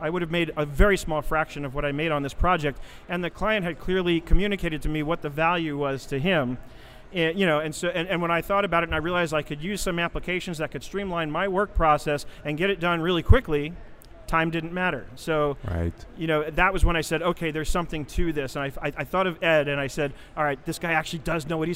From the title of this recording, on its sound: Live from #SageSummit